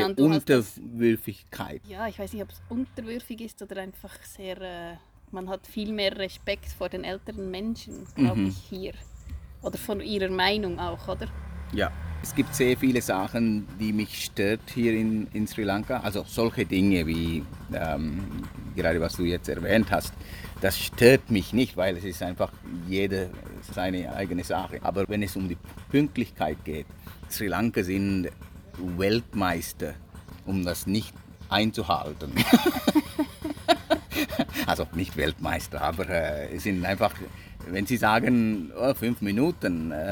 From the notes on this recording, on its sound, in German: Zudem ist diese Folge auch ein klein wenig Hörreise nach Sri Lanka, weil wir die Hintergrundgeräusche nicht ausblenden konnten. Hunde bellen, Mütter niesen, TukTuks rattern vorbei.